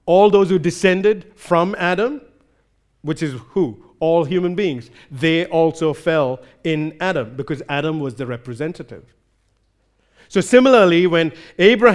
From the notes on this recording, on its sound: recorded live at Grace Community Bible Church